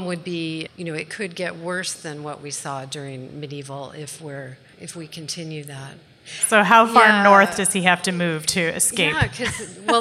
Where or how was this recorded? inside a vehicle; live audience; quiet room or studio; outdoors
live audience